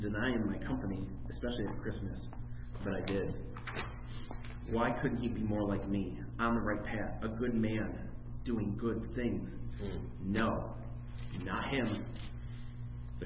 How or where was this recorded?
live audience